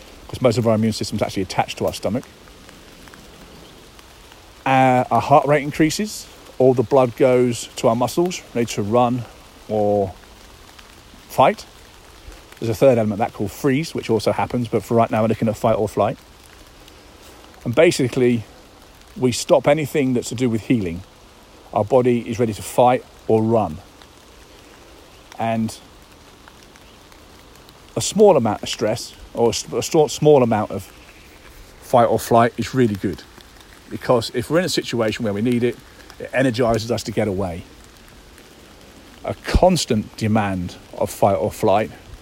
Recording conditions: phone or laptop microphone